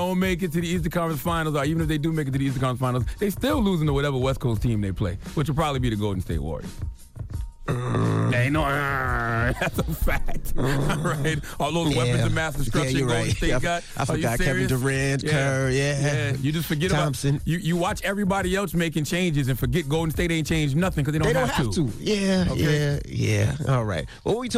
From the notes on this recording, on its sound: we opened up the phone lines